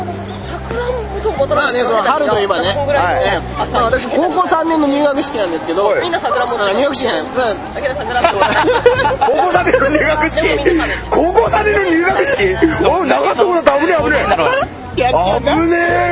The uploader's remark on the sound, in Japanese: 企画したお花見に参加した時に収録したものを配信します。